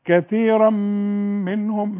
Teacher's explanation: وبعدين كثيرا منهم، التنوين اللي بعده ميم، ادغام كامل بغنى